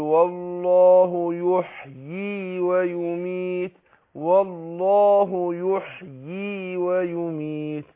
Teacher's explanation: بس أنا حتى في الوصل أبين الياء